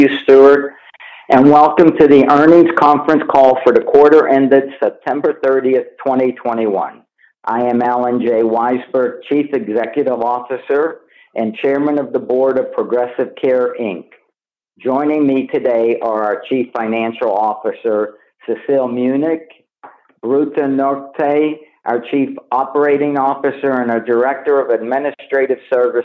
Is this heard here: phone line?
yes